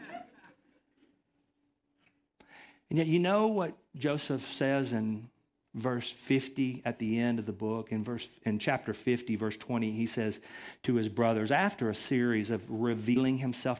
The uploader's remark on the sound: Recorded from the LifePoint Church Riverdale Campus in Murfreesboro, TN.